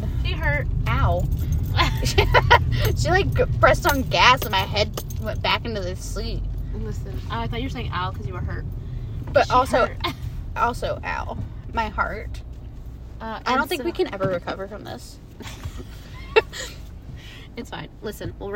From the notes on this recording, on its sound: This episode begins rather nervously while we get into the groove of recording. We decided the best way to record was driving to the beach.